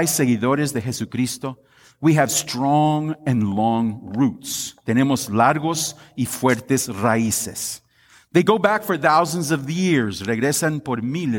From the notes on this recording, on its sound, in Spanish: Esta es una grabación de la Devoción dada en nuestro Servicio de Acción de Gracias.